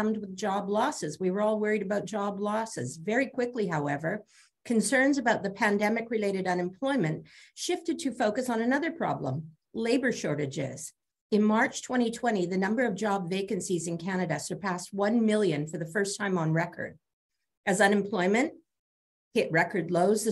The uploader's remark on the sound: This live virtual event, sponsored by Scotiabank